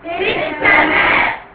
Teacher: مفيش ياء. كانه قرا فاء بعدها سين على طول. · Term: حذف الساكن الاول